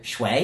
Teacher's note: And we put water in, which is Shui, third tone